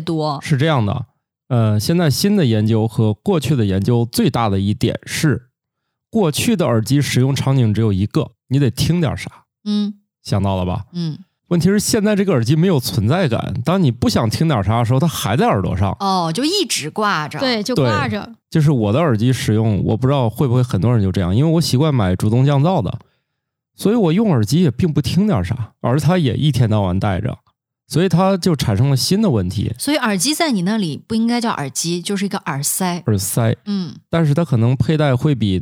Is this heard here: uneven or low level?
no